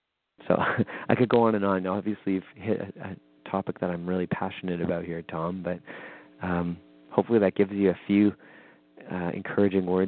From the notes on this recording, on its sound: weekly call in show